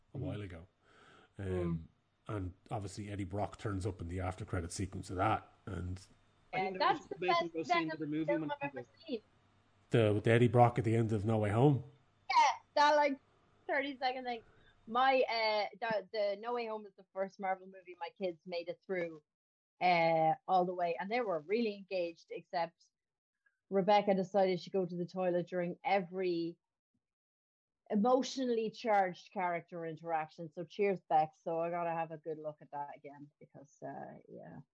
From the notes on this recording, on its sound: The Pubcasters catch up over video chat.